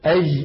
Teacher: نطق الجيم رخوة في بلاد الشام وفي بلاد المغرب وفي غير، نقول في العامية أج اسمعوني جيدا أج، هذا الصوت ممتد ولا مو ممتد، قابل للمط ولا مو قابل، هذه ليست جيم فصيحة، ليست الجيم فصيحة، هذه جيم عامية.